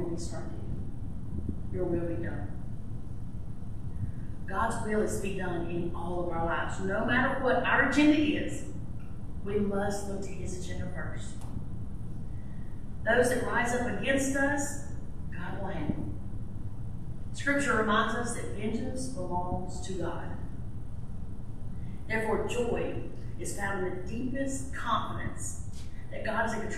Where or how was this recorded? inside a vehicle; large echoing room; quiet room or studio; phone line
large echoing room